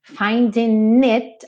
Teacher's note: aqui ele realmente pegou o N do finding, como o G não é pronunciado, e juntou no it